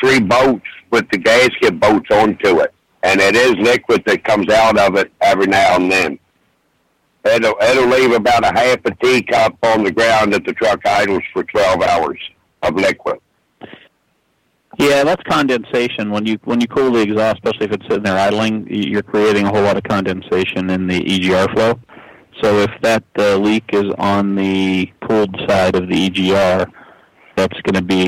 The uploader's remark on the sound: Call in Question and Answer Show